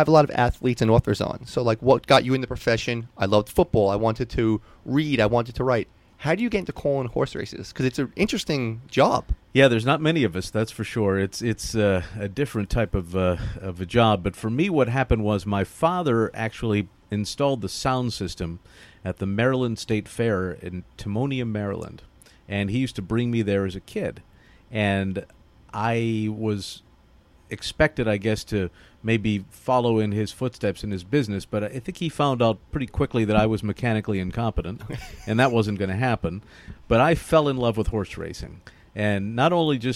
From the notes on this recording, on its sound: live from Belmont Park